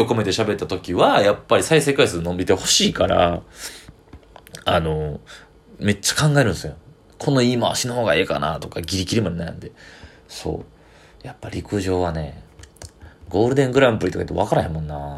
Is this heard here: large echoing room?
no